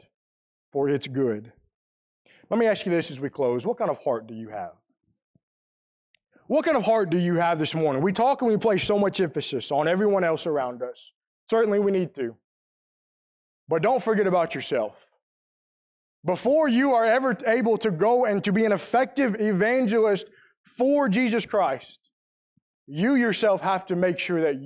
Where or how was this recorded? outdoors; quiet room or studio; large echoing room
large echoing room